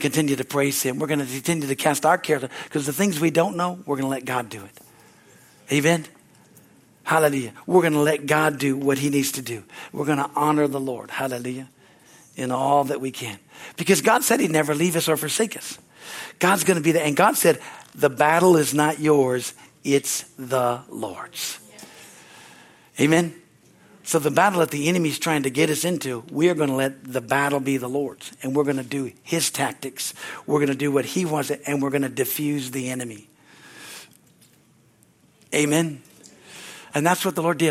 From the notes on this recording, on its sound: From the Sunday service. At Harvest Bible Church in Stockton, CA.